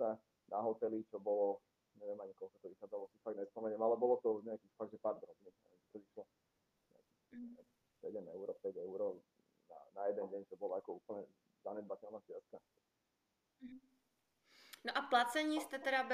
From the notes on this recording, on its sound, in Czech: Velmi se omlouvám za zhoršenou kvalitu zvuku, který se mi v této epizodě nepovedlo uhlídat.